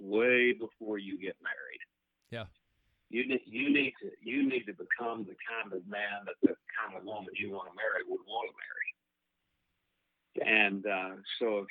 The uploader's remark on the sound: is joined on the phone